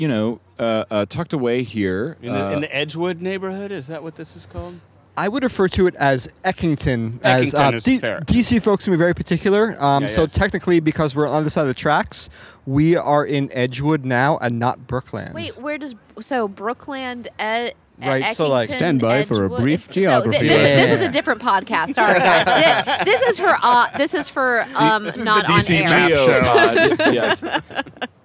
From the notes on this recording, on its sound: The gang comes to you live, in-person, TOGETHER from The Dew Drop Inn. The gang comes to you live, in-person, TOGETHER from The Dew Drop Inn , the site of the historic Chocolate City Brewing Company, the first black-owned brewery in D.C.